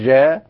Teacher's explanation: الجيم اللي هي تحتها النقطة الواحدة اللي هي الجيم العربية تنطق دائما معطشة